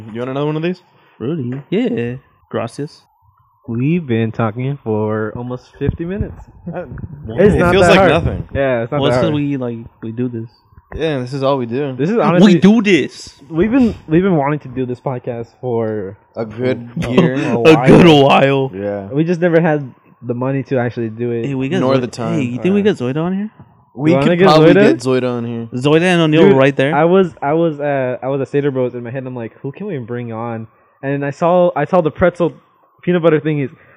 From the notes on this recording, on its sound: we apologize for the high pitched static in the background